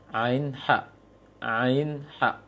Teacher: Maka pengucapan ain bukan dari hidung, maka tetapi dari tenggorokan tengah, wasatal, wasatal halak, tengah tenggorokan.